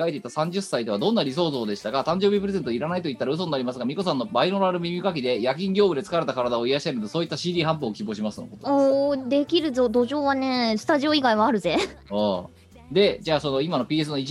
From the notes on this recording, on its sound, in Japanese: 本番組はリモート収録です。収録時環境の影響により、聴き取り辛い部分があります。